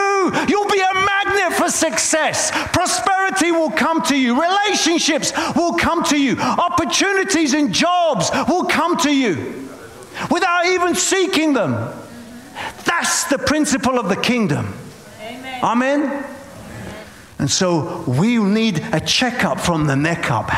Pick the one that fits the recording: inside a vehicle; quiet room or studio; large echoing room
large echoing room